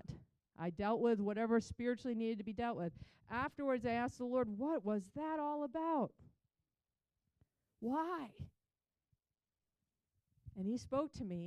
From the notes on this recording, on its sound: Recorded on March 26, 2023 at Crossing Life Church in Carmel, ME.